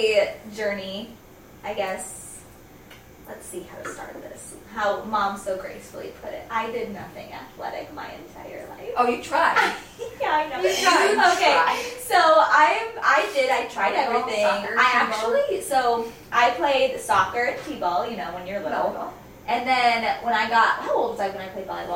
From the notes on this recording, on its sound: Sorry about the video and audio quality this week